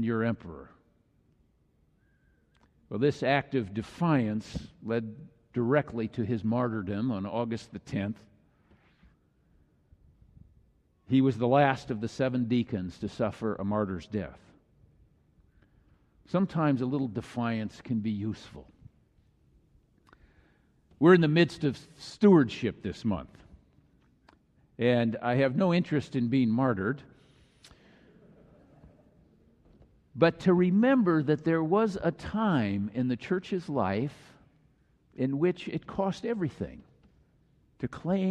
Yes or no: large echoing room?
yes